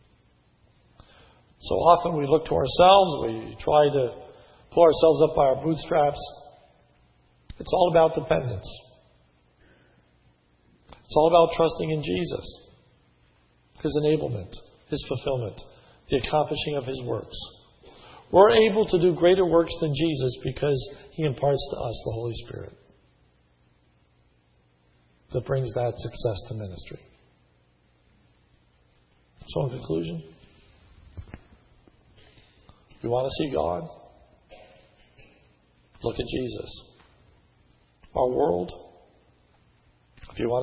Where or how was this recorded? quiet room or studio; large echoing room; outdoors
large echoing room